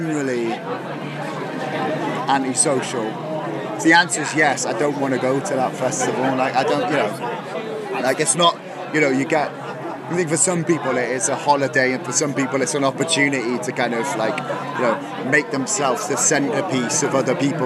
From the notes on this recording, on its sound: From our 'Live from 2000 Trees 2023' series.